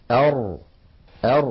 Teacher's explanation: حرف يخرج من طرف اللسان مع ما يحاذيه من سقف الحلق من غار الحنك الأعلى، ويتقعر اللسان عند النطق به هكذا أر فيتقعر اللسان عند النطق بالراء. · Term: حرف الراء